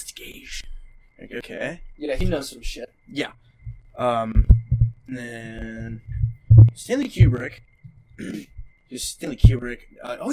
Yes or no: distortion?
yes